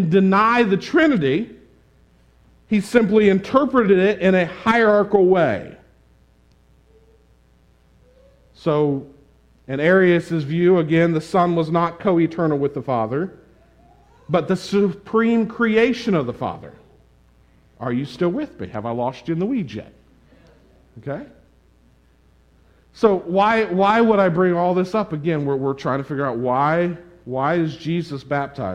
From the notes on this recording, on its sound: This sermon on Luke 3:21-38 was preached at the Tarrant Bible Methodist Church on March 6, 2022.